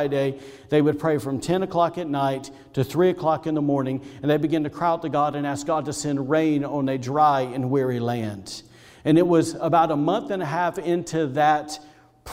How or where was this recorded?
large echoing room